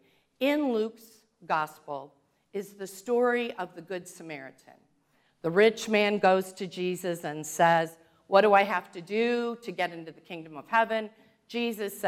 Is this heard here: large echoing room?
yes